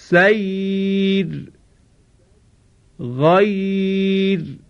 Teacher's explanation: لذا را ساکن هست، حرف ما قبلش یای ساکن هست، چون قبل از رای ساکن یای ساکن قرار گرفته را باید ترقیق بشه